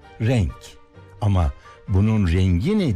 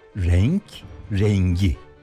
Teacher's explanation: Ama bunun rengi ne deyince aynı sözcük olmasına karşın K yumuşadı ve G oldu.